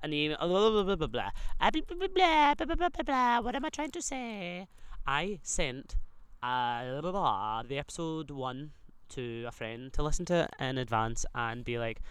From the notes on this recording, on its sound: We've moved outside, voice memos threw the first brick at pride.